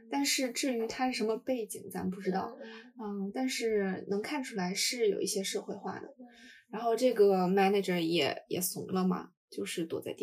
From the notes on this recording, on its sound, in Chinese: 下次录制我们会尽力给大家带来质量更好的音质的。由于我俩不熟悉设备导致没有发挥出话筒最好的性能，结果还是iPad录音拯救了这期。